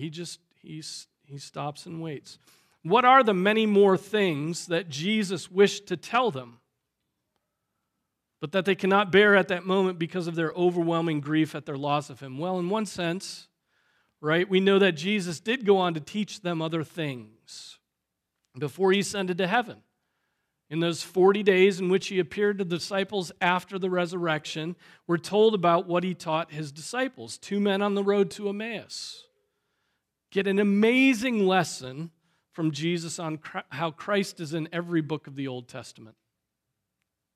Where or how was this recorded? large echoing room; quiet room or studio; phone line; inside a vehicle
large echoing room